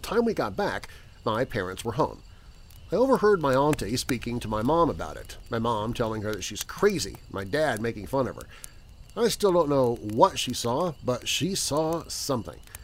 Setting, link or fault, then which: setting, outdoors